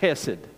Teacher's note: you almost have to clear your throat to say the Hebrew word is kind of like chesed.